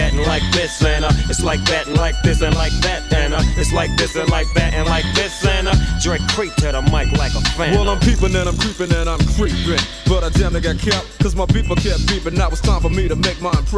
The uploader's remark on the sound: Live Recorded Mix from a Cookout Gig last month.